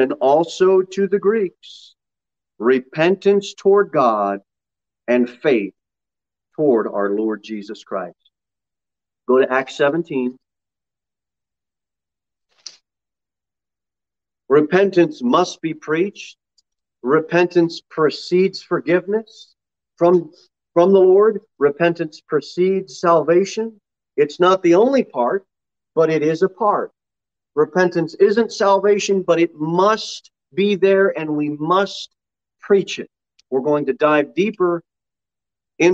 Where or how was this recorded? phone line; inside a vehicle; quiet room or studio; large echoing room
large echoing room